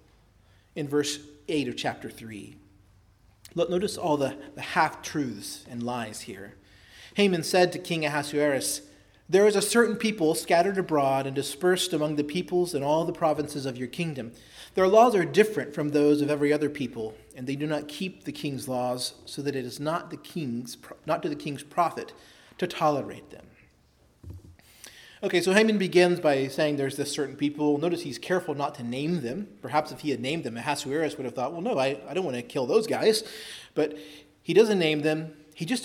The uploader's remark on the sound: preached at Christ Our Savior Baptist Church